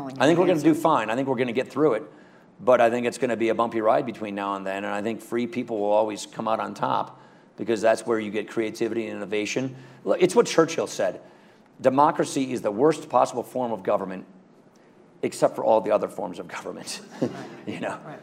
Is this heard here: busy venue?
yes